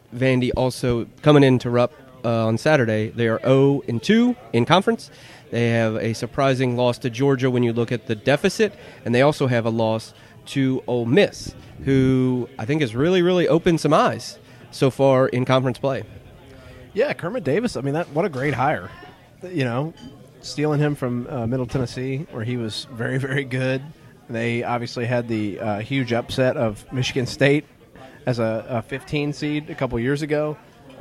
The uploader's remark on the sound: recorded their 100th episode at the Lexington location of Skyline Chili on Richmond Rd.